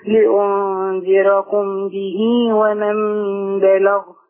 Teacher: بس خلي بالك به ما تزوديش المد. بتاع اللي هي الهاء الصغرى دي. · Term: الصلة الصغرى